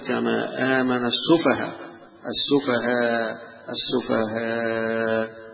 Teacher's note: يمدها يمد الألف يقف عليها كألف، يبدل الهمزة ألفا . ويجوز الروم بالتسهيل، الروم يعني بيظهر الحركة اللي هي الضمة